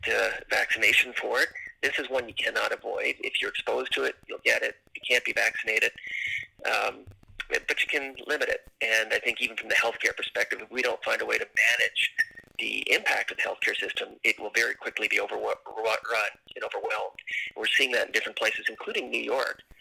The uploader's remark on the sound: were able to record via conference call, so we apologize for weak audio.